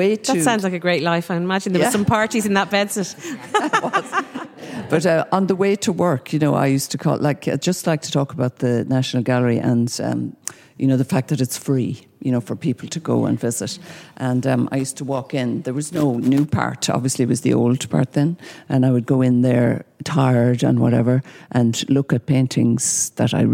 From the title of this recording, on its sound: The Women’s Podcast at The National Gallery